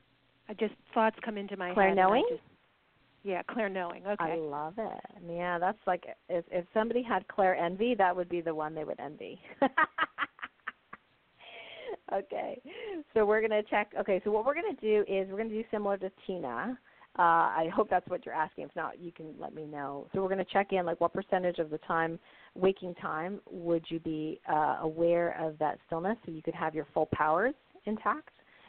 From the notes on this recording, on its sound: During this show I will be taking live callers and doing mini-readings.